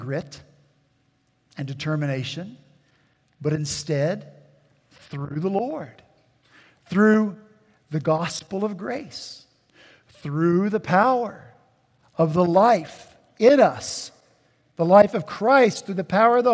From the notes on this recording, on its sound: At Redeemer Presbyterian Church in Charleston, SC, our senior pastor was back in the pulpit.